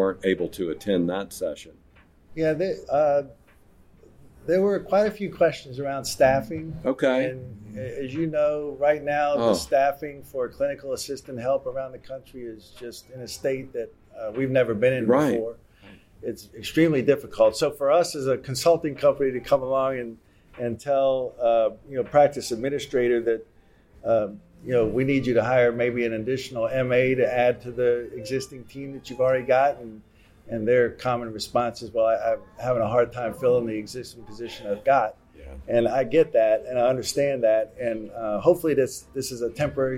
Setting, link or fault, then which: setting, busy venue